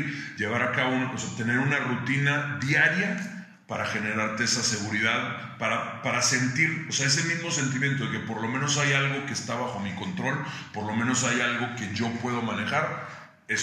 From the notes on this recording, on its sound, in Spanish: Una disculpa por el audio... Se grabó de emergencia.